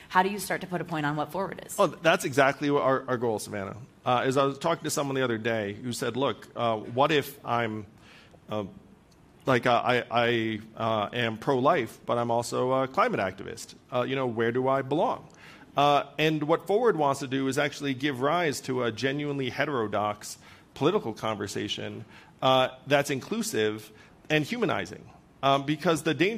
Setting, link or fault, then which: setting, live audience